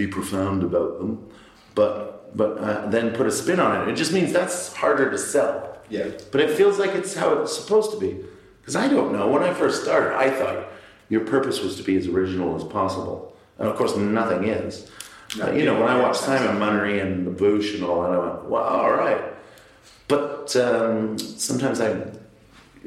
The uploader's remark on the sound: Recorded backstage at The Junction, Cambridge (that's why it's all reverbie)